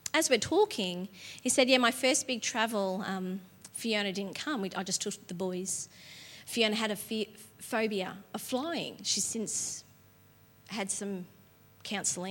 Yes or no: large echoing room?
yes